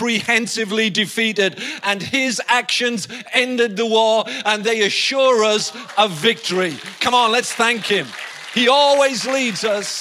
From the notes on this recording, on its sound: IKON Church. Recorded live at the Chesterfield Campus this is the message from the morning service on the 20th October 19.